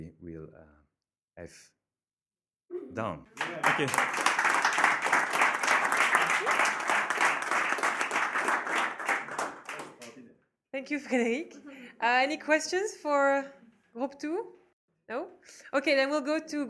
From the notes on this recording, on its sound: Hrmeetup event Intrapreneurship. We offer now two podcasts recorded during the evening.